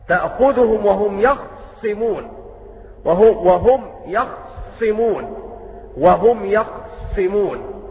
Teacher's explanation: قالون له أيضا في الخاء السكون مع تشديد الصاد، فيقرأ هكذا تأخذهم وهم يخصمون، وهم يخصمون. · Term: سكون الخاء وتشديد الصاد